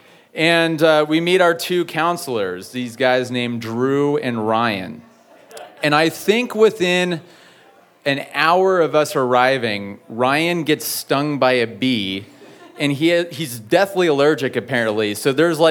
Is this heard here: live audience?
yes